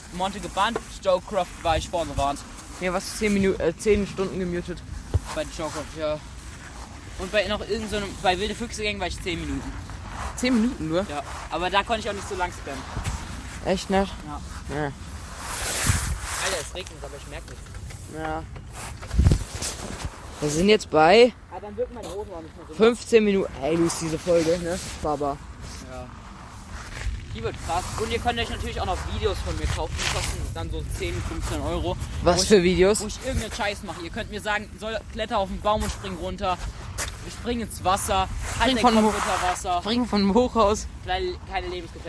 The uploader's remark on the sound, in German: Sind wieder durch den Ort gelaufen und haben mehr als 100 Minuten Podcast aufgenommen.